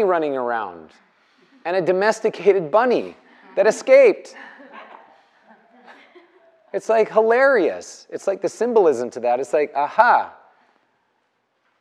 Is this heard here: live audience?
yes